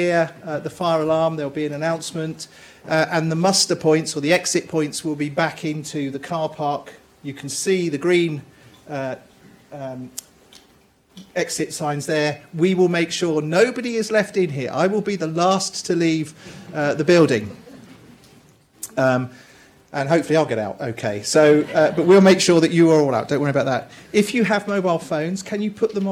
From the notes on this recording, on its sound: delivered a lecture as part of the Bristol Distinguished Address Series